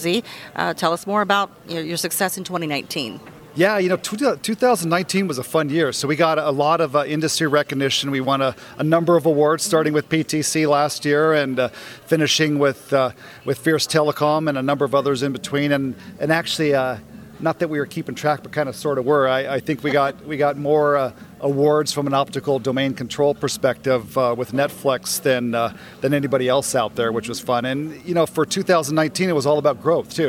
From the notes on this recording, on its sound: Live from PTC'20